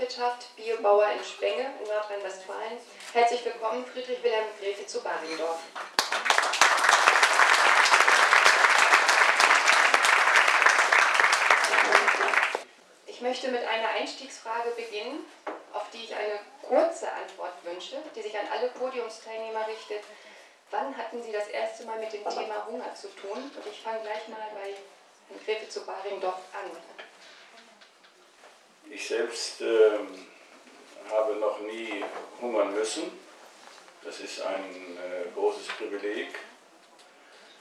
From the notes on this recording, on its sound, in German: Demo Hannover 10.Nov.2012, Teil 4 a - Talkrunde in der Marktkirche. Stellungnahmen und Fragen aus dem Publikum.